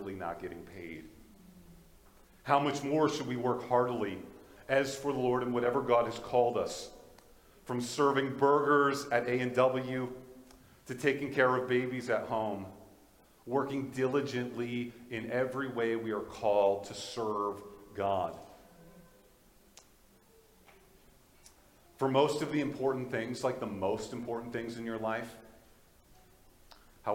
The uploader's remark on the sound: This is a Audio from the Valley Alliance Church in Fort Qu'Appelle Saskatchewan.